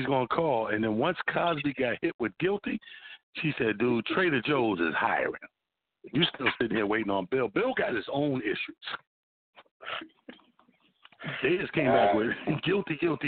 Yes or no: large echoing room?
no